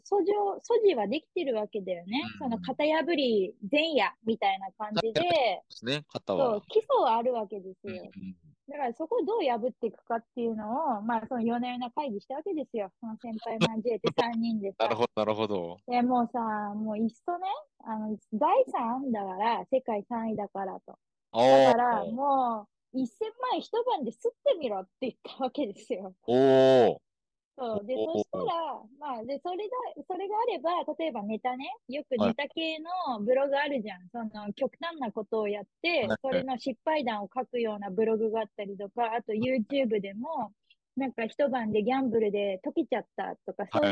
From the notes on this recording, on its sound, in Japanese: Zoom録音しました。